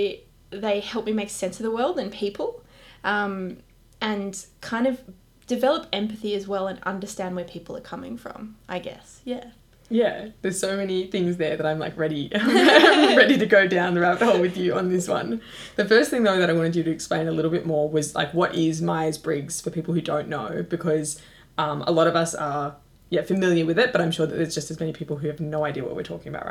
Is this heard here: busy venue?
no